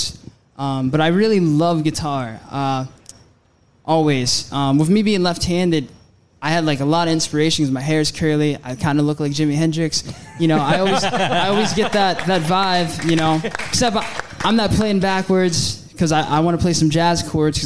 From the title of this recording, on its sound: Live from the Love Local Courtyard Concert Series